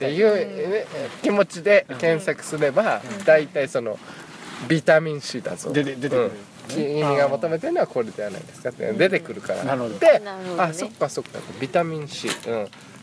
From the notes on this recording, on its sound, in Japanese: 本栖湖で月夜に照らされ、富士山を見ながらの収録です。